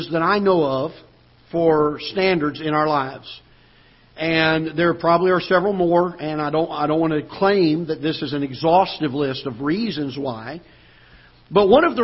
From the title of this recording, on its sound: Ketha Heights Baptist Church ~ Live Broadcast